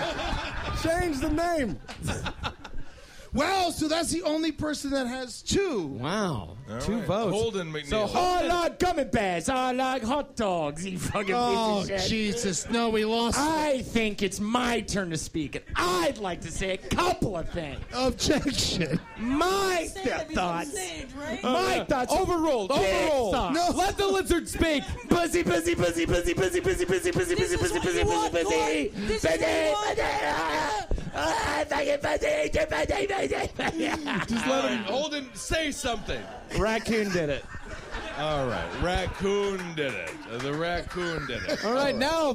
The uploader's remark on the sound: live from the Creek and the Cave during the 1st Annual Cave Comedy Radio Sausage Party!